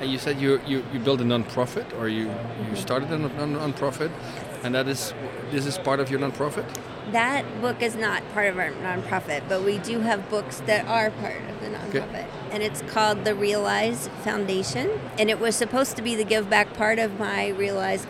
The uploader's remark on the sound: Live from #IMEXAmerica